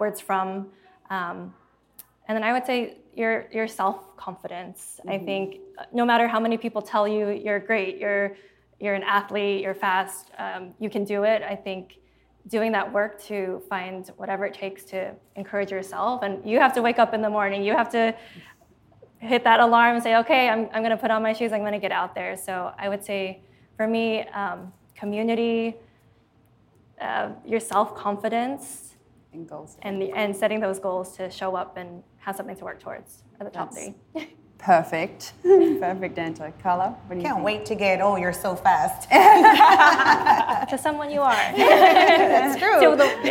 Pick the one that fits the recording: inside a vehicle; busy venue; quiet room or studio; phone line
busy venue